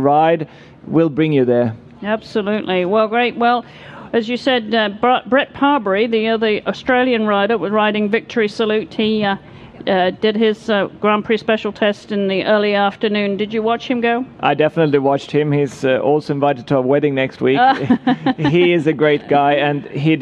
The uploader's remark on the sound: This episode was recorded live in front of an audience at the Alltech Experience in the Kentucky Horse Park.